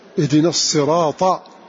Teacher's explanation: فقوله هنا أن الصاد رسمت بالصاد لتقرب من الطاء اهدنا الصراط، فالصاد والطاء بينهما تقارب في باب الصفات، فهما من حروف الاستعلاء، وهما من حروف فيها تفخيم، بخلاف السين فإنها تبعد عن الصاد، أن حرف مستفل، حرف مرقق، فهناك بعد، فلهذا رسمت بالصاد.